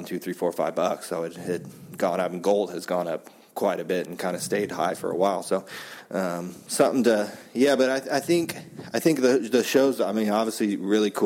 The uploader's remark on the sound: From The 2017 NSCC